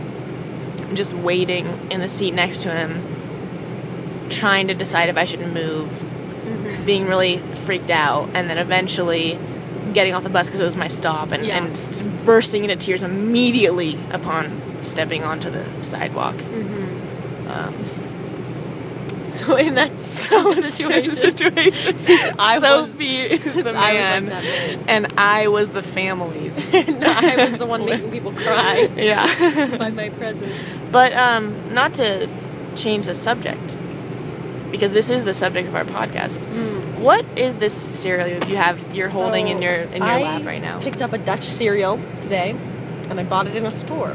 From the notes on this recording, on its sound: Recorded on the bus ride from Amsterdam to Paris.